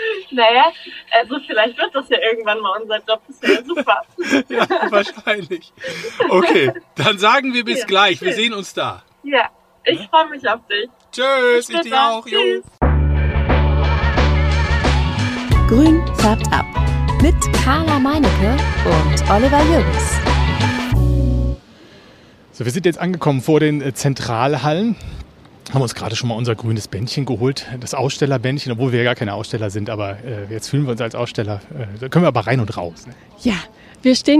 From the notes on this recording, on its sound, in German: Plantstagram auf der Botanika in Hamm. Sieben Stunden haben wir gequatscht und aufgenommen.